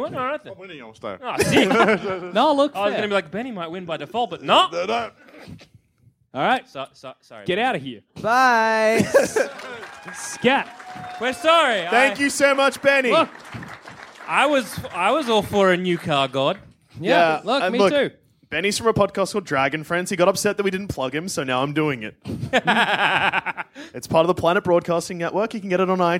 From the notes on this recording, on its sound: Live from the Sydney Comedy Fest. In which our heroes gather their friends, take to the stage.